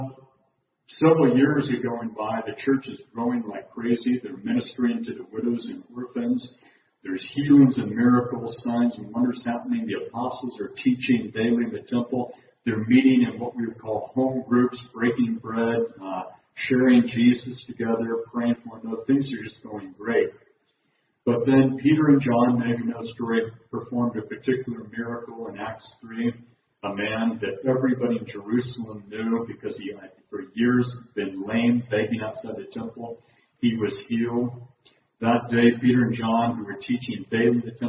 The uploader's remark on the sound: talk from the Friday evening meeting of the June 2019 conference.